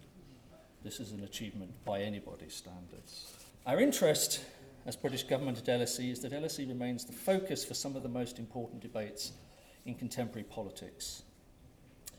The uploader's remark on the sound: The First Minister told a London audience tonight. A capacity crowd at the London School of Economics (LSE). 400-strong gathering.